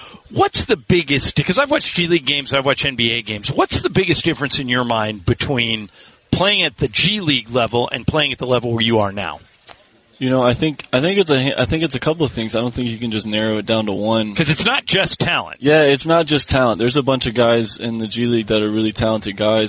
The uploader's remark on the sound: live from Lakers' Media Day